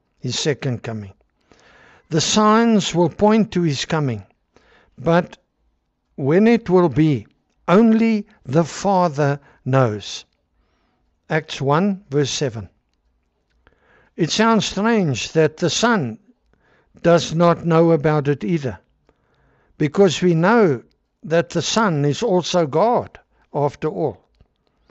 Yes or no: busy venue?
no